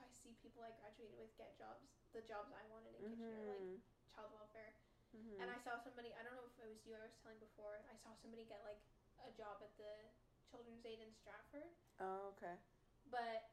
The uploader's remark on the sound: Sorry about weird editing and sound issues.